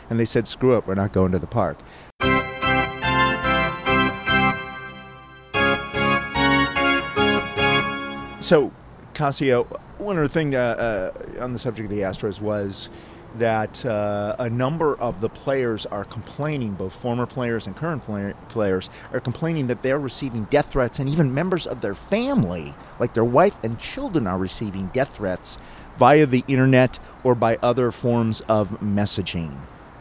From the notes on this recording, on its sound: Cover the opening of the Washington Nationals Spring Training in person, recording LIVE from West Palm Beach, Florida for the first 3 games!